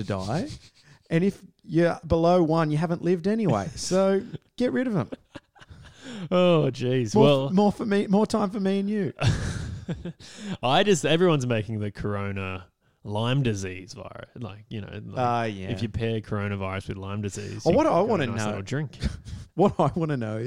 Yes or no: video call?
no